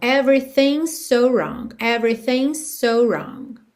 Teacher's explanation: como a gente tem um apóstrofo S e a próxima palavra é so, vai soar um S só.